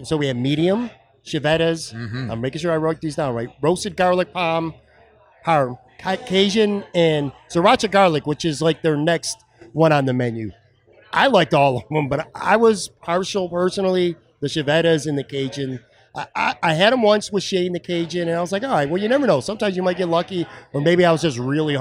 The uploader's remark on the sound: Taped at Sports City Pizza Pub on the west side. Arguably his favorite all-around bar in Western New York.